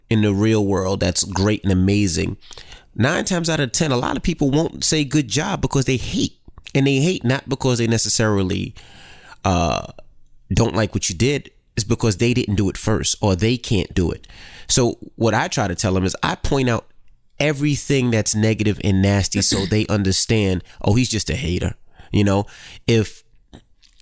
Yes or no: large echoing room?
no